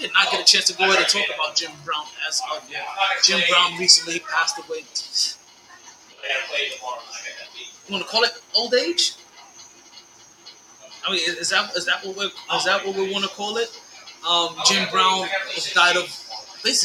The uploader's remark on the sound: Live From Sharkys.